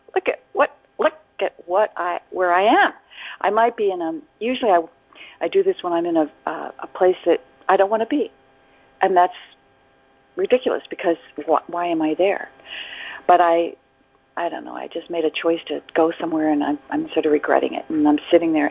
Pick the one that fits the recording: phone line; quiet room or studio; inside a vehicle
phone line